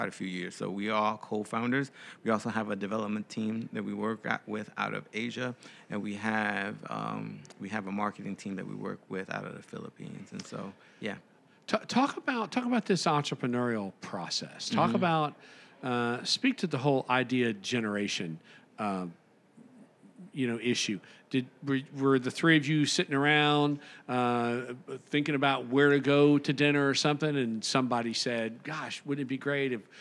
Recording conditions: busy venue